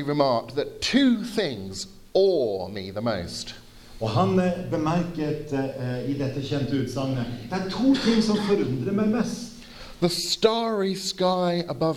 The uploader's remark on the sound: Sermon delivered at Misjonshuset Kristiansand, with translation into Norwegian